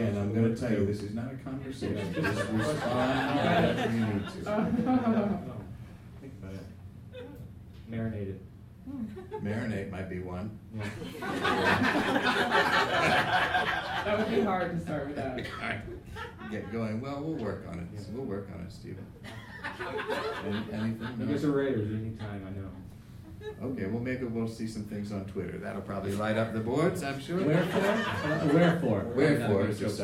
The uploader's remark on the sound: in this live episode